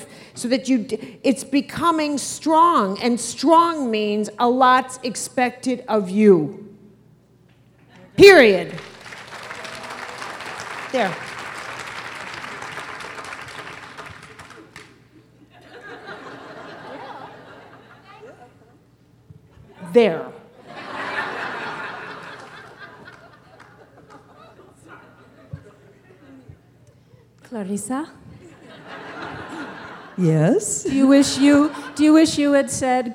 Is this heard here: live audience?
yes